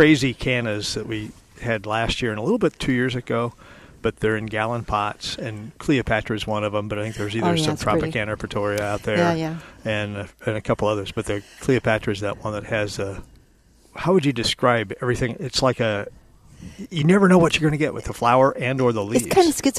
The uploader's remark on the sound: Plant Experts Live at Prairie Gardens 5-1-21